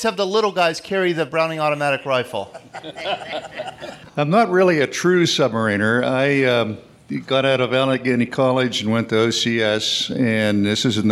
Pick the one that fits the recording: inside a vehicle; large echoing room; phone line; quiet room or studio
large echoing room